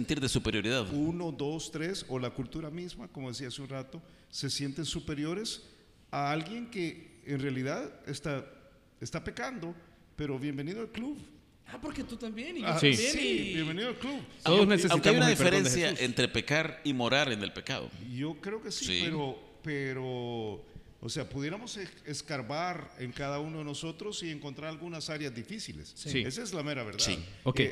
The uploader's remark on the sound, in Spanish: una grabación en vivo desde Paradigma